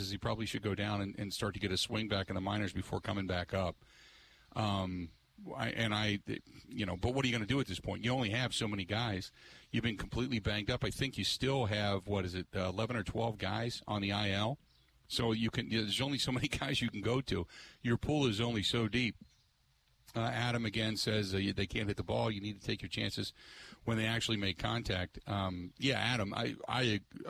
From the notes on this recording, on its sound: With the show broadcasting live from the Rock Sports Complex in Franklin.